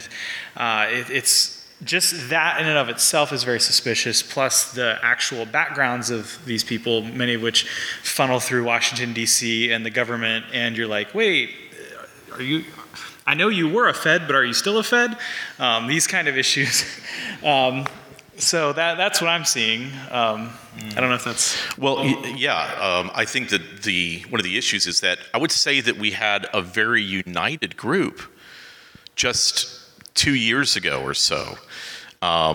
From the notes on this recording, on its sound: At the "With Liberty and Justice for All" conference in Clearwater, FL, a thought-provoking panel took place.